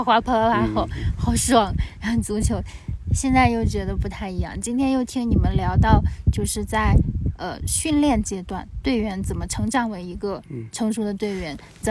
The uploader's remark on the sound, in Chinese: 这是我们在海拔4513米的波瓦山录制的一期节目。我们把前段时间在 稻城 休假时录的聊天内容分享出来。你会在节目中听到不时刮过的高原的风、路人的声音、野兔与山猪突然间的脑回路切换。